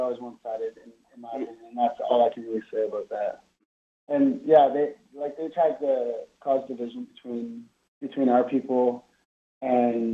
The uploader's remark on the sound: does a phone interview